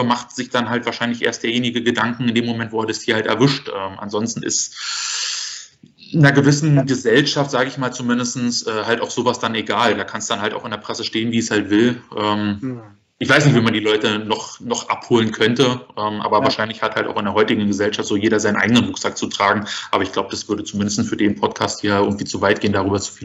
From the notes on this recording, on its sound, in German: Leider hatte ich erneut Probleme mit dem Audio, ab der nächsten Folge sollte das Problem gelöst sein.